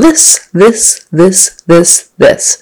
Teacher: got your tongue coming out, and then it's got to go up and behind the teeth for the S